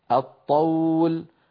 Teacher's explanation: أدغمنا اللام في الطاء